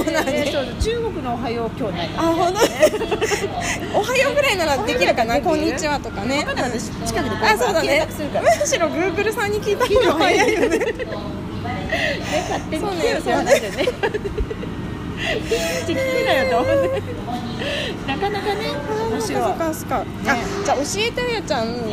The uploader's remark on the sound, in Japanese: 外出先(流山のイトーヨーカドーのフードコート)で藤屋さんのお団子を食べながら収録しました